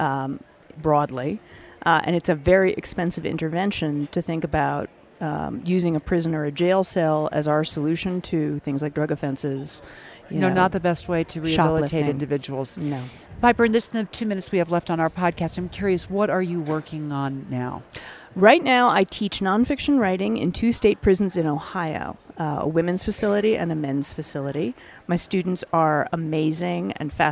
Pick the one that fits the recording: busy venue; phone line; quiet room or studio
busy venue